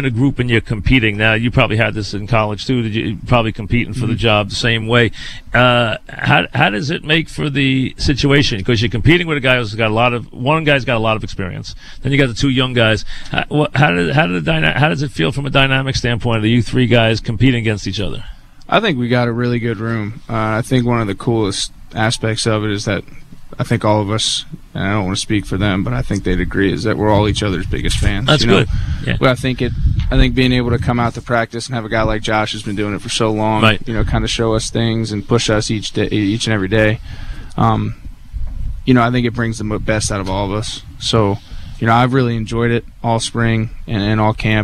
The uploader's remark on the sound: live from Jet camp